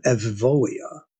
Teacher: The taking of the upsilon and making it a V sound or a Vav sound.